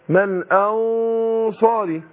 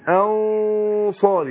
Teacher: بأخفي النون عند الصاد مع الغنة حركتين أنصاري وبفخم الغنة. · Term: الإخفاء